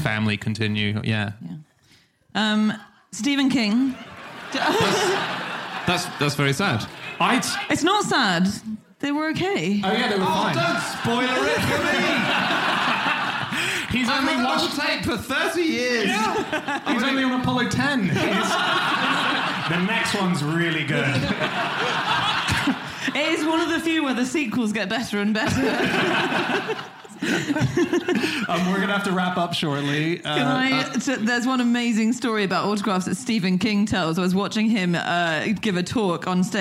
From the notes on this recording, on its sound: Live from Dublin.